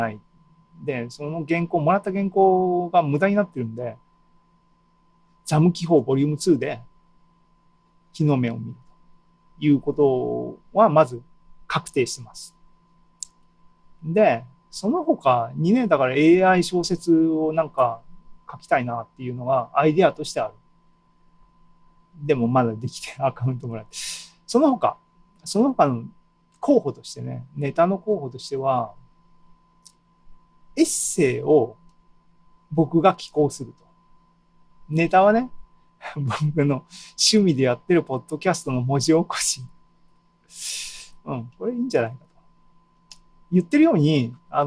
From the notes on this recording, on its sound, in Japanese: ２０２２年７月２７日に開催した ZOOMライブの模様です